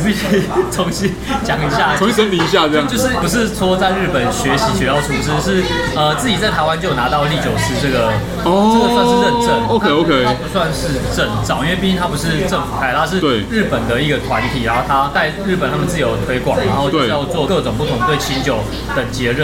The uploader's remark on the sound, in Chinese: 本集白噪音指數：暴風級 5/5。儘管在某個初春的週末夜裡，【SAKEMARU Bar】內高朋滿座，熱鬧歡樂之際又極度充實了本集背景的白噪音。錄音地點： SAKEMARU Bar - 瑞安店。